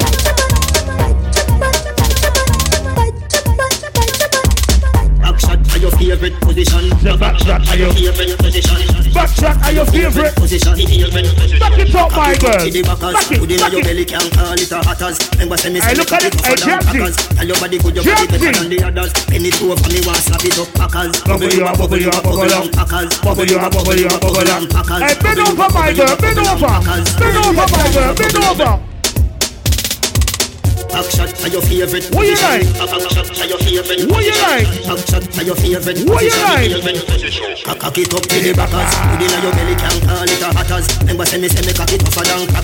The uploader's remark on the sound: FOMOBRUNCH 1 YEAR ANNIVERSARY. LIVE AUDIO MANCHESTER 30/07/23.